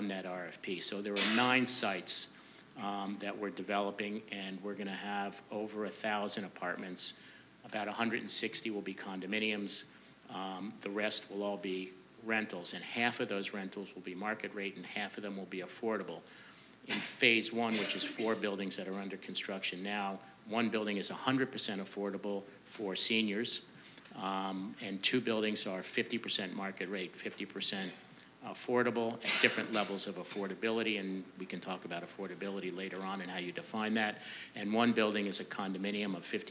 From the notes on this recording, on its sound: It was recorded on February 4, 2017 before a live audience at New York's 92nd Street Y. Part of the City of Tomorrow: Real Estate, Architecture & Design Summit presented by 92Y and Hundred Stories.